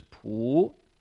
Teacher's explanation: That's the second tone, the rising tone.